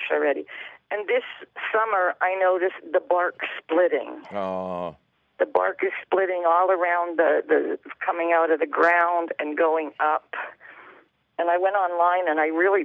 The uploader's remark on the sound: Of course, he takes your fabulous phone calls.